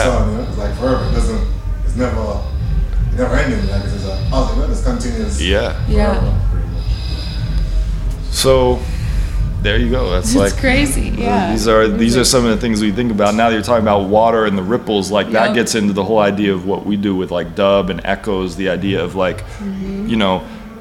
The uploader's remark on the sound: Back stage at their … Memorial Show at the Granada in Minneapolis.